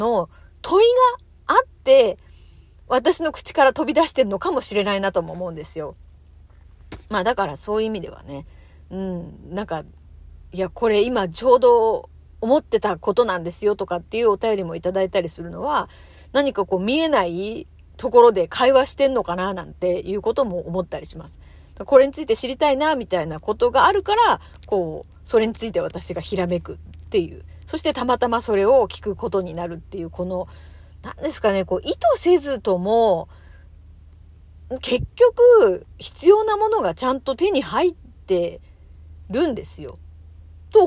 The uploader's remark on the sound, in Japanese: 車の中からトーク